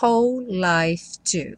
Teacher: Essa palavra whole, embora tenha um W aí no começo, você só escuta o som do H, que em inglês é esse som h, h, h.